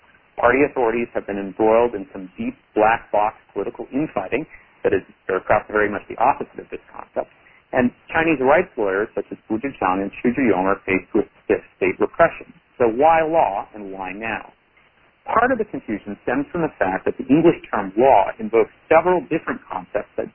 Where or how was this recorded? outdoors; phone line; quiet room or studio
phone line